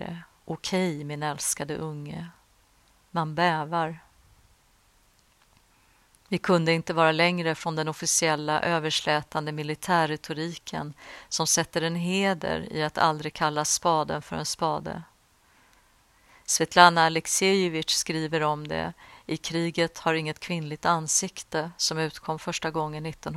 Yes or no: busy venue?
no